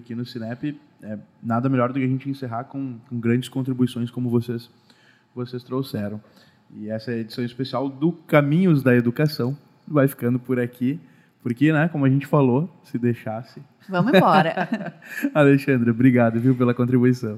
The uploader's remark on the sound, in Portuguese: gravada diretamente do Seminário de Matrículas 2023